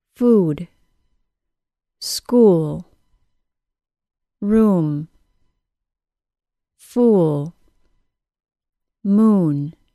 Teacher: the OO sound is created when the lips are brought into a small circle, almost as small as a W sound.